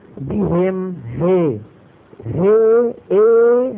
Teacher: هذا صوت عند العرب له اسم اسمه ألف ممالة